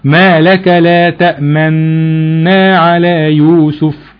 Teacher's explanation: وانت بتجيب غنة النون بتضم شفتيك على شكل ضم حرف مضموم · Term: الاشمام